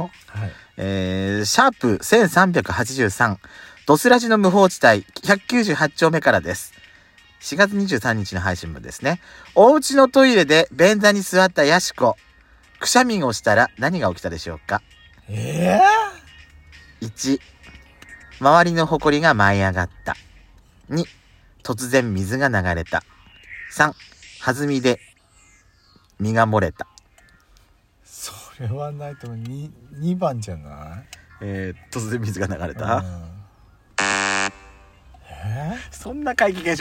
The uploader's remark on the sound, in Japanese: Radiotalk。2人組。パーキング収録。